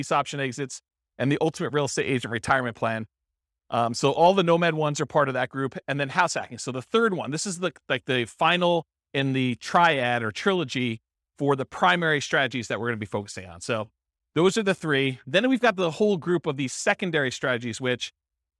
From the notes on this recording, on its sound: This was a live class recorded